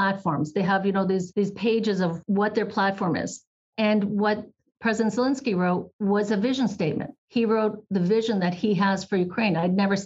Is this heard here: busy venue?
no